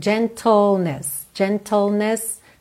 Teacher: É como se você fosse do T pro L direto, ok? L, língua lá no céu da boca.